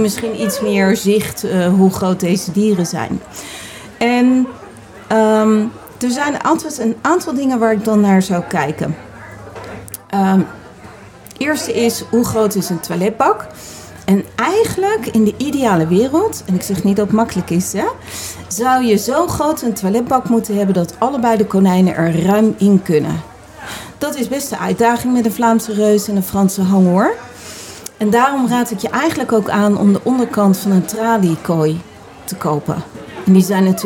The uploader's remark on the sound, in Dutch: Laatste dag live op Animal Event